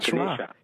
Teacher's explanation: They delete the A's. Yeah, so the A at the end is pronounced like a schwa